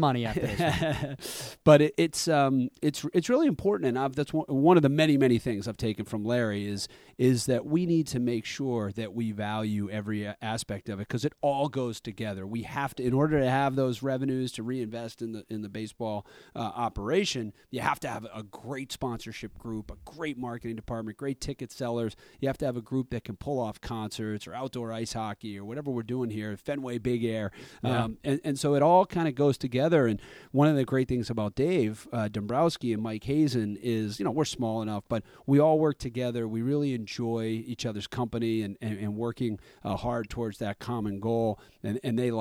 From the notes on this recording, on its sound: I went into Fenway Park to record our conversation.